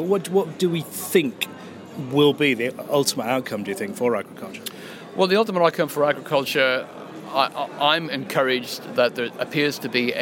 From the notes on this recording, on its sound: Highlights from the East of England Farming Conference